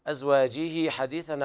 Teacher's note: صلة صغرى تمد حركتين، مد طبيعي حال الوصل